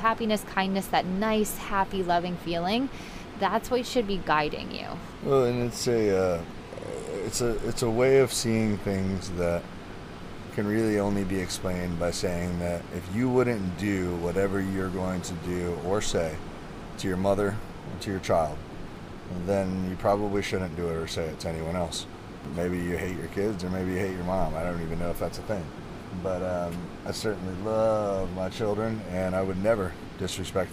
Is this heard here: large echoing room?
no